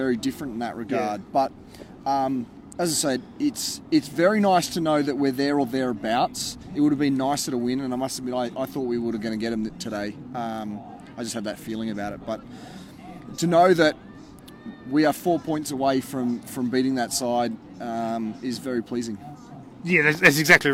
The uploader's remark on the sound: Were at Canberra Stadium for The Greenhouse Live in Round 21.